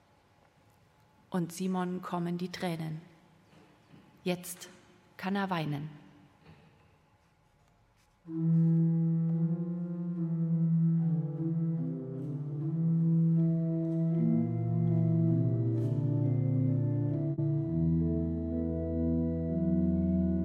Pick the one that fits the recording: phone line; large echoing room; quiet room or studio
large echoing room